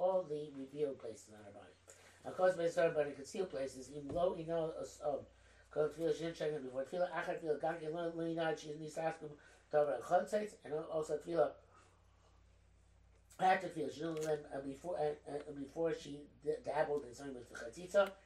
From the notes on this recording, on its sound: The sound is not great on this recording, because I didn't realize that the microphone had fallen down. I think it's still audible.